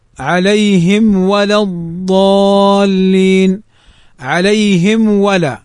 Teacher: فالميم الساكنة بعدها الواو، فهنا نظهرها ولا نخفيها · Term: الإظهار الشفوي